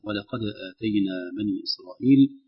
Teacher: نراعي ترقيق الواو واللام، ربما يتأثران بالقاف